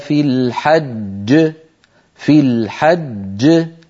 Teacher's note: لما نقف على في الحج الجيم التي كانت مكسورة في الوصل لما نقف عليها تسكن وتتقلقل، أما التي قبلها فهي مدغمة.